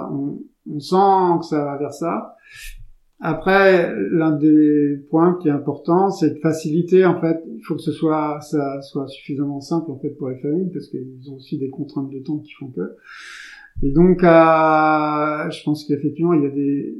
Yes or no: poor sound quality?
yes